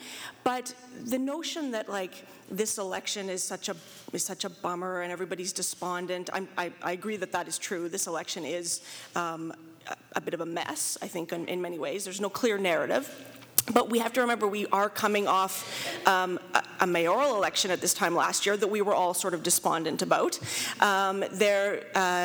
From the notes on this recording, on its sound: Live at the WAG. The Winnipeg Free Press put on a live event for subscribers at the Winnipeg Art Gallery. The group also takes audience questions.